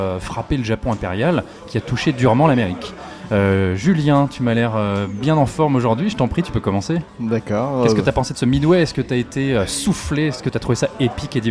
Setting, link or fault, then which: setting, busy venue